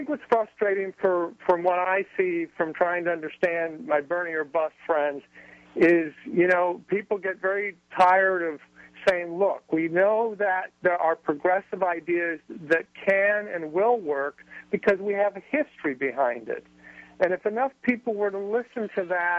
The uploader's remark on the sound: Joined by callers.